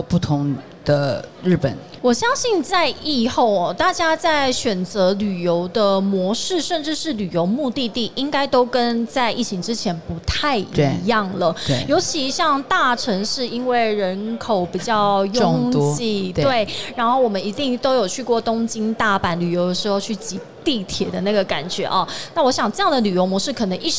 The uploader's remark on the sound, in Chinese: 2022 Taipei Cycle台北國際自行車展-Live Podcast